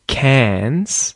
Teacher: There's no R pronunciation there.